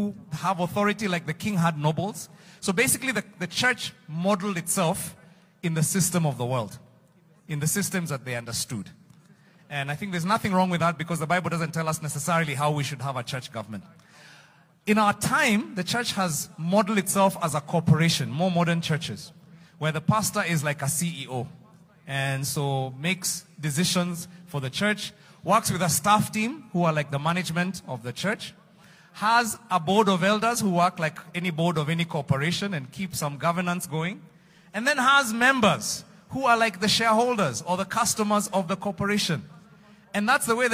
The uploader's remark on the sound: Preached Live at Mavuno South